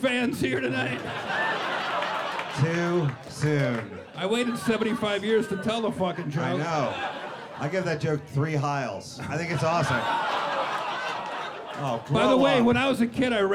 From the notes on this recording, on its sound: In a three-part event that sees the good friends roasting each other, the audience and special guests. Spends a three-day weekend at New York's Comedy Cellar flinging barbs in front a live audience, some of whom take the brunt of their jokes.